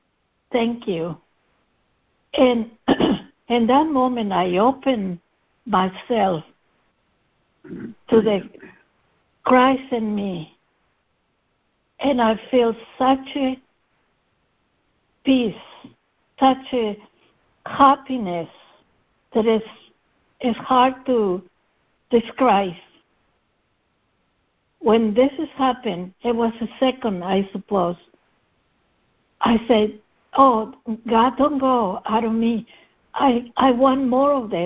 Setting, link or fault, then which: link, phone line